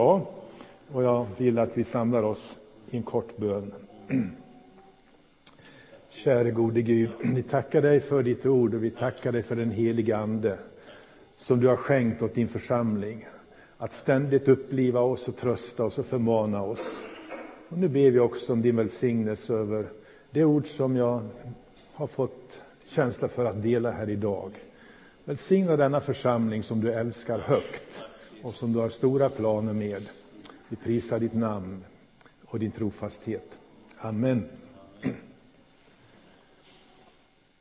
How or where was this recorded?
large echoing room